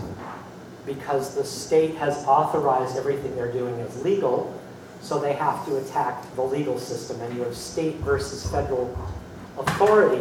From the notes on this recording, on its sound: the Keynote Speech at Progresstival in La Crosse, Wisconsin